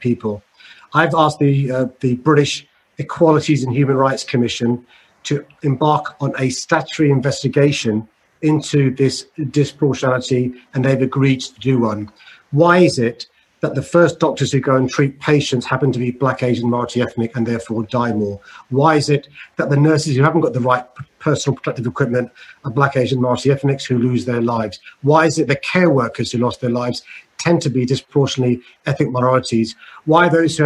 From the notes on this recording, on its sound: Listen to a recording of Day 2: Inclusive Societies, of The Recovery Summit, a virtual, world-wide conference focused on charting the path to global recovery from COVID-19.